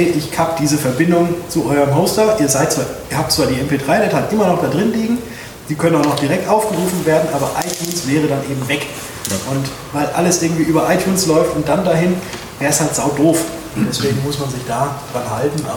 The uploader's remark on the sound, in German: Mitschnitt Vortrag